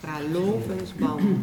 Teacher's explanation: De V is eigenlijk altijd een W. Ze spreken hem nooit als een V uit, altijd als een W.